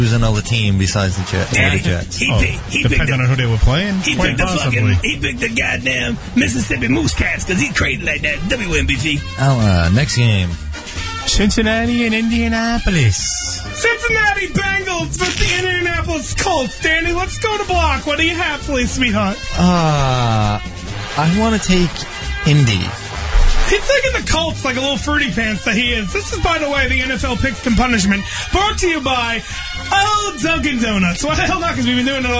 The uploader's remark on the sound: GOOM Radio. Is on The Phone!